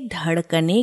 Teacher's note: हिंदी का अ काफी धोखेबाज है। ये लिखे हुए पूर्ण व्यंजन में शामिल सदा होता है, लेकिन उच्चरित कहीं कहीं नहीं होता। उदाहरण के लिए धड़कने के ड के और धड़कने के क के उच्चारण से ये गायब है।